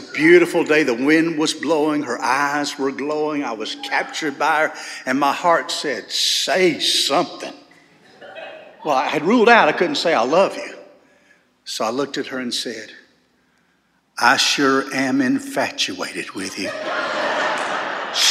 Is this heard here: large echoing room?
yes